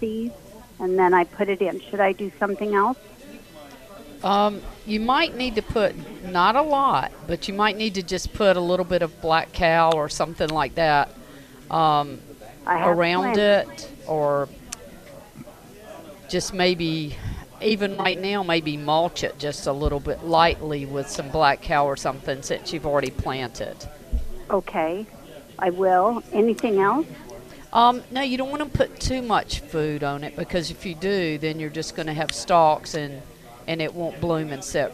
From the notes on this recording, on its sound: Broadcasting live from The Aluminum Company of North Carolina.